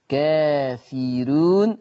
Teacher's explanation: كافرون الراء مضمومة وقبلها كسر فترقق · Term: براءة مرققة